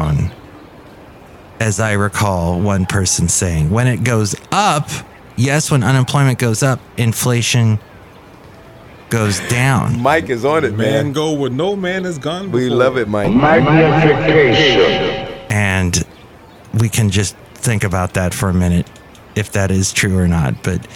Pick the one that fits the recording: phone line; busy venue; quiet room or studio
busy venue